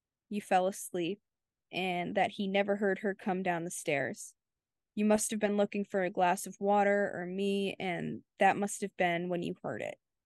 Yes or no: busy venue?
no